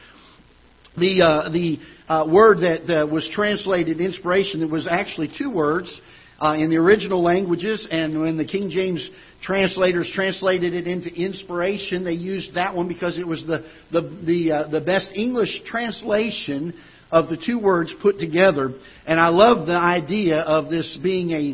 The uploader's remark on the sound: Ketha Heights Baptist Church ~ Live Broadcast